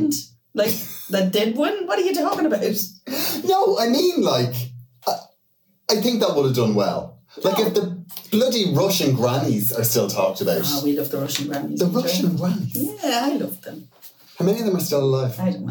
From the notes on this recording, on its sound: pressed the wrong button on the desk when recording and there was a mic problem